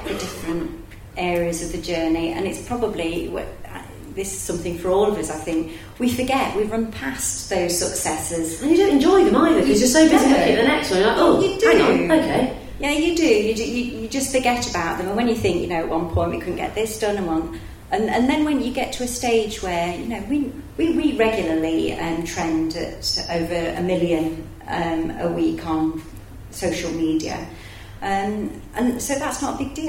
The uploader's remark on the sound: A very special session this week as it was recorded live on stage at Enterprise Nation's Festival of Female Entrepreneurs last month.